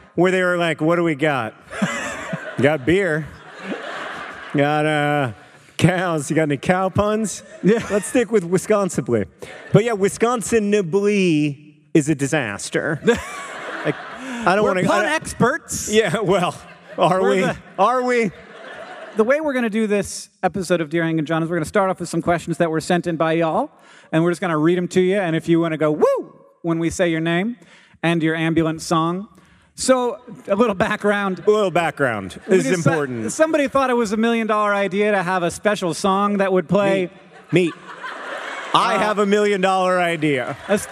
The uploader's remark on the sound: Live from Madison, WI!